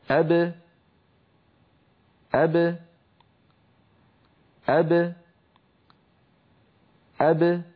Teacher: الصوت يخرج بتباعد الشفتين وأن الفكان لا يبتعدان عن بعضهما عند تباعد الشفتين؟ فالذي يبتعد هو فقط الشفتان، ولو تباعد الفكان لم فتحت الباء فصار النطق أبا. · Term: باء ساكنة مقلقلة